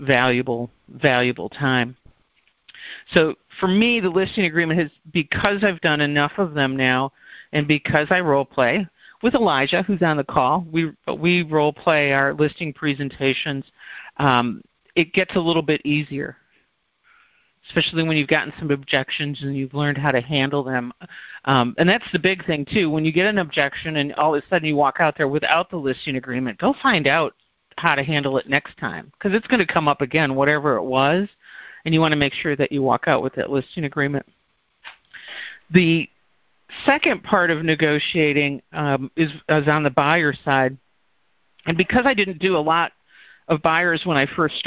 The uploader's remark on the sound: In this Group Call recording.